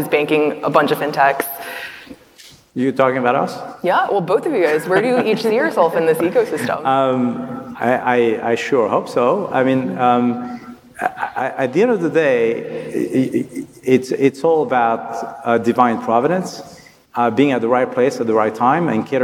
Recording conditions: busy venue